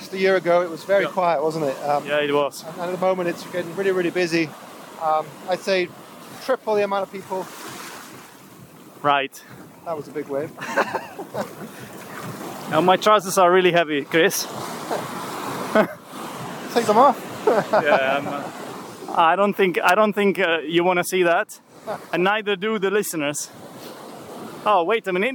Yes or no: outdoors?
yes